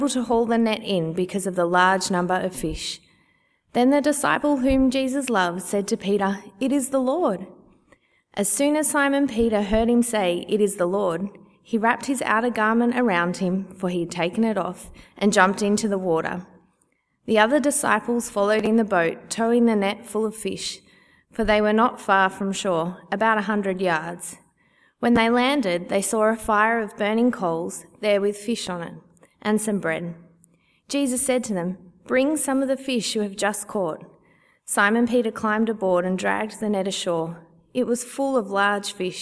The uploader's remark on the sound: Easter Sunday 2014 - Audio. At the CIG Easter Sunday service in 2014.